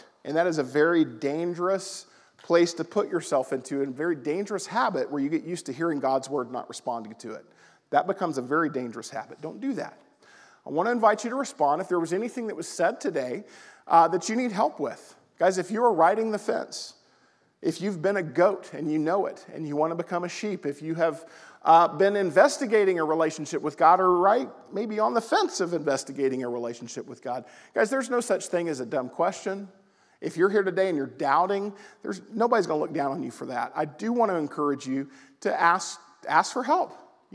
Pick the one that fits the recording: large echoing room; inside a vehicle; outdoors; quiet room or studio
large echoing room